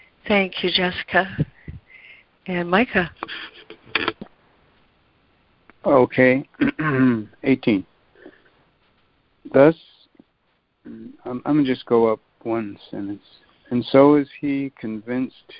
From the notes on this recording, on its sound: ACIM Daily Conference Call